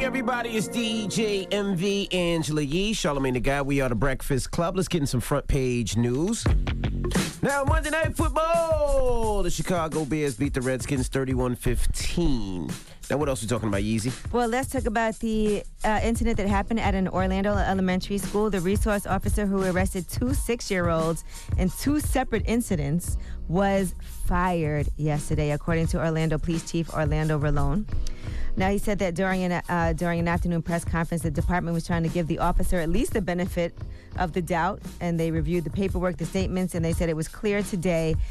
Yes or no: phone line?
yes